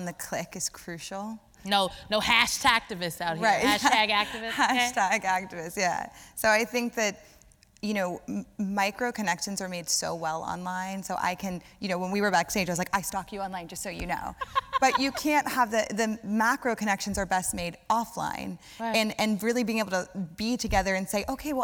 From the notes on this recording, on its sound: recorded on April 20, 2018 in front of a live audience at New York’s 92nd Street Y